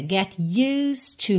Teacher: Temos um E aí que vai ser completamente mudo, então você vai do S direto para o D